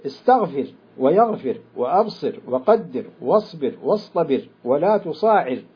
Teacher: ولا خلاف في ترقيق الراء في ذلك كله لوقوعها ساكنة بعد الكسر